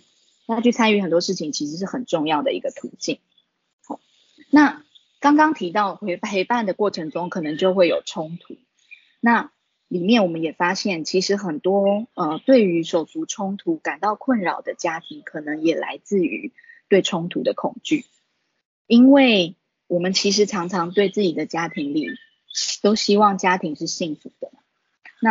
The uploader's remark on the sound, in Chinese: 此為線上課程錄音檔！講座錄音。